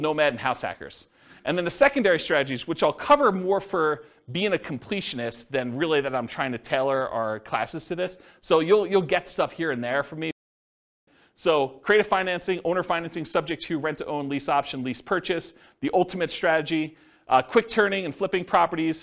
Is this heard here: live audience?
yes